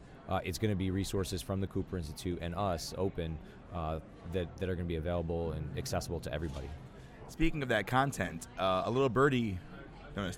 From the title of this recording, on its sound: Live from SHAPE Nashville Day 3